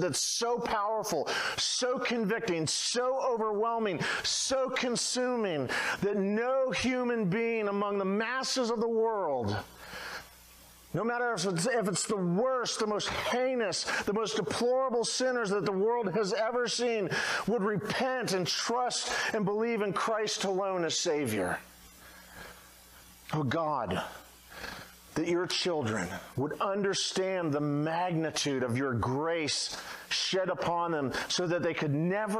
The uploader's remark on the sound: at Redeemer Baptist Church at Romeo in Dunnellon, Florida